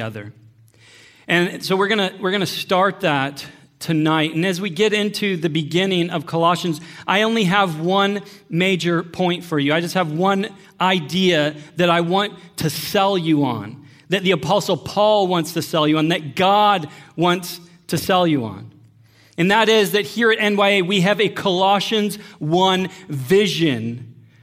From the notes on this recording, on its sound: Sermon audio from Northview Young Adults.